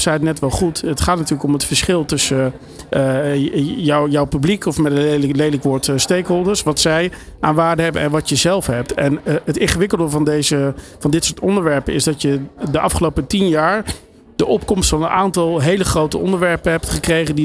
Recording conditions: busy venue